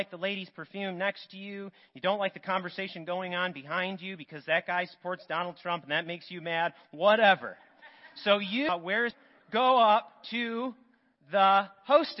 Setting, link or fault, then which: setting, large echoing room